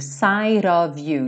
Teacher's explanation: o T virou rarará